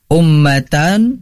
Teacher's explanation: Mim bertasydid. Ini harus didengungkan.